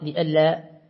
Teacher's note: والأصبهاني يقرأ لئلا بالتحقيق بالهمس